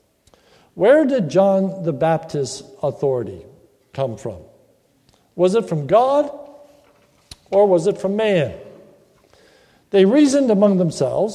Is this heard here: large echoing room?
yes